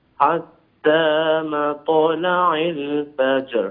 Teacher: فخم الراء أيضا في الفجر لما تقف عليها